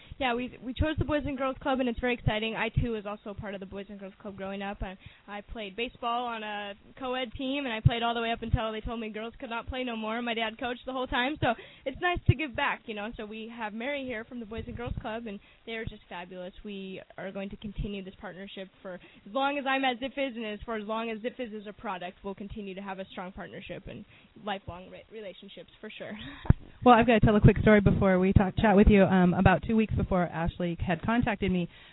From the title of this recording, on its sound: interviews from 2nd Annual Golf Tourn